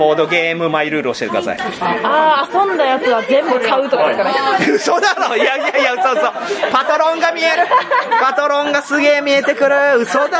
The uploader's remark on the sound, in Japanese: 店内収録のため、騒音雑音が激しく入っております。